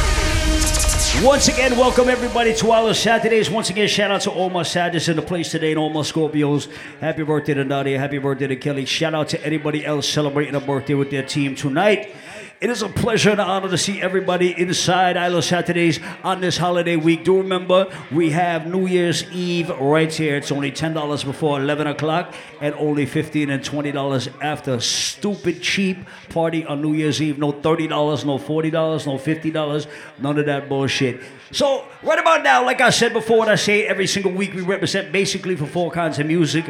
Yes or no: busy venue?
yes